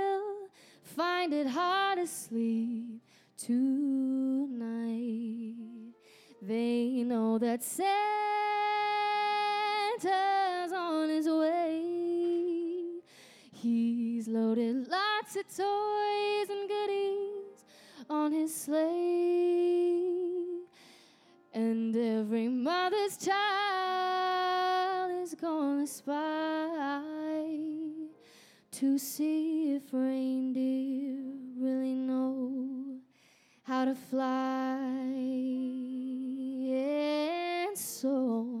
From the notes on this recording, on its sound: Live Christmas Gala Coffeehouse! This week on Wittenberg Radio features Wittenberg Live!